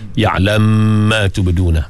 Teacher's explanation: Dia berlaku idgham kabir dengan ya'lamma. Bila ada idgham tu, ada gunnah sebab mim. Ada gunnah dua harakat.